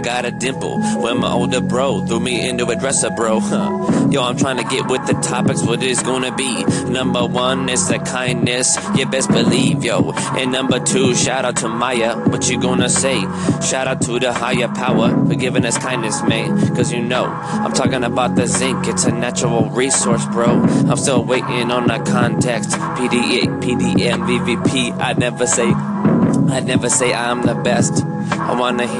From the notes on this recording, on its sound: Live from Alaskan dog walk